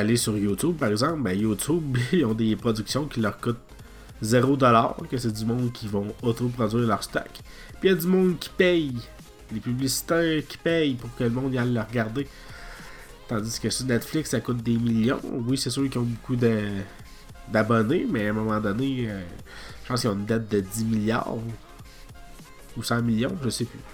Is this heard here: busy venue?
no